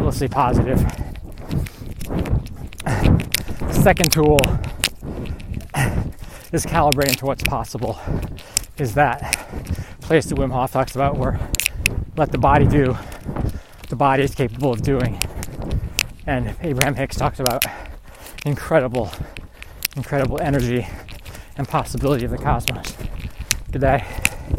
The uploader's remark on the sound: Recorded on a hilly 10K training run. I had an absolute blast recording this while on my run.